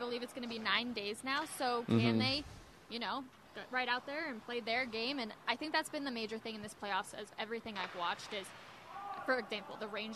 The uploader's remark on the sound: Live from Ball Arena ahead of Game 1 between the Avalanche and Lightning.